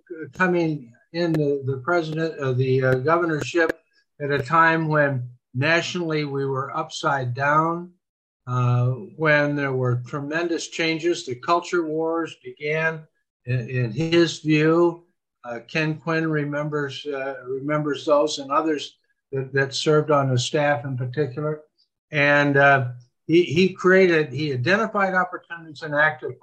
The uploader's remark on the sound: I invited those on our Zoom call session - a regular weekly feature of this column - to participate in an ‘open mic’ show, meaning we did not have a guest to interview. Our Monday Zoom participants are from across the state.